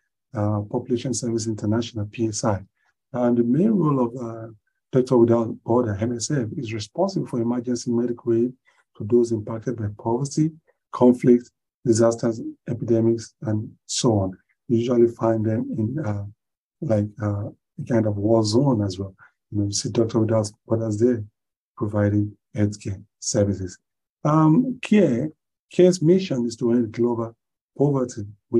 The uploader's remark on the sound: Zoom Meeting